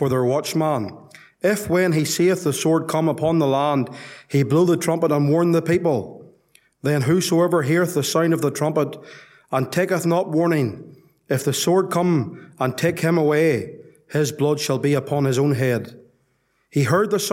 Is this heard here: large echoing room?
yes